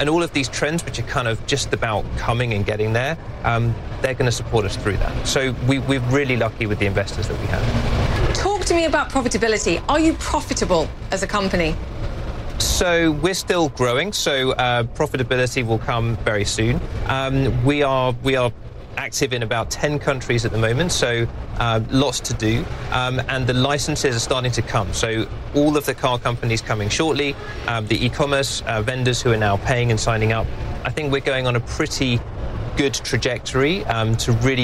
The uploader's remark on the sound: live from the New York Stock Exchange.